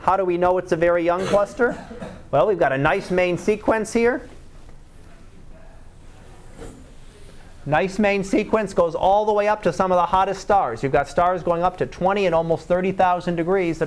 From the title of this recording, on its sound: Live Class Lecture